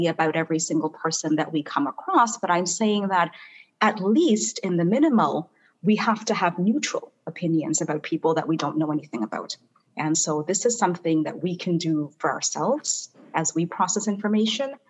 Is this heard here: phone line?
no